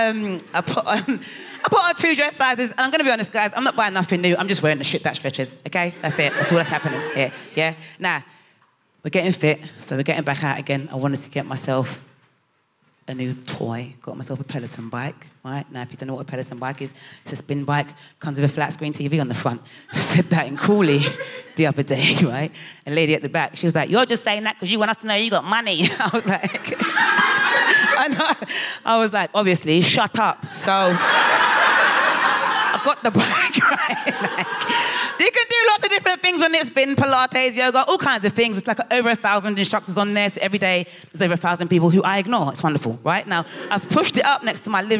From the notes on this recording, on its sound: FOC IT UP Comedy Club. Recorded 3 July 2022 at 21Soho in London.